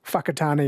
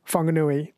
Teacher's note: I think the WH is pronounced F